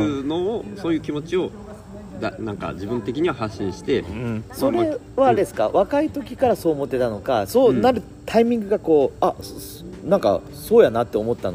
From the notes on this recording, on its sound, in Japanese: 焚き火を囲みながらの収録です。いいかねPalette（福岡）。9/30金曜日のPodcast焚き火フェス前夜祭として。